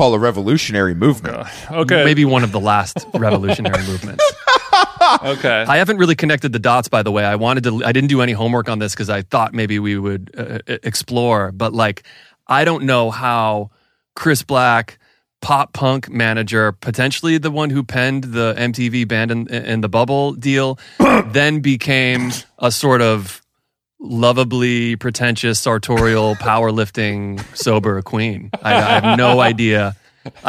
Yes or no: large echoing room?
no